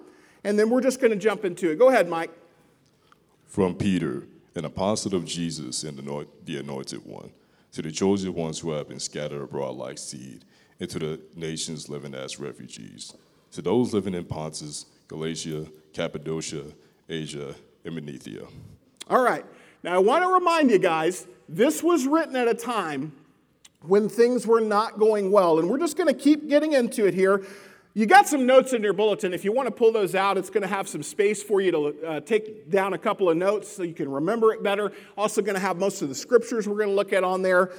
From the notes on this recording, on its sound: Lesson presented at The Crossings Church Collinsville in Collinsville, IL. A non-denominational church that meets Sunday mornings at 2002 Mall Street, Collinsville, IL.